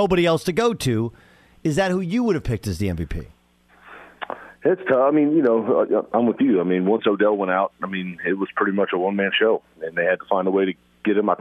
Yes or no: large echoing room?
no